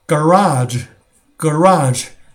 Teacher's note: 库。车库，呃，美式音的话怎么讲呢？叫 garage，garage，重音在第二个 A 的地方叫 garage 。但是呢，澳式英语的这个车库怎么说呢？重音在第一个 A 叫 garage，叫 garage。OK？这个很有意思哈，这个区别很小，但是你一听，当地人就知道了。然后呢，就是比如说我举个例子吧，比如说这个把刚才那个 A O 的音发 A 还是发 O 的音加上这个儿化音组成一个句子叫，比如说一瓶水，我们叫，如果是美国人说，他就会说， A bottle ofwater， A bottle